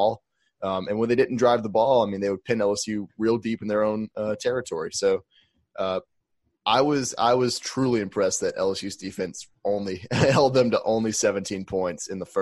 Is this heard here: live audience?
no